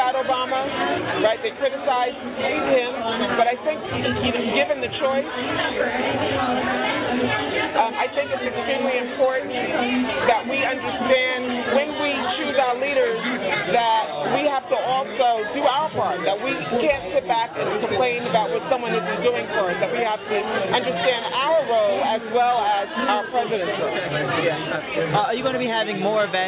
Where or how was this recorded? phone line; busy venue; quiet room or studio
busy venue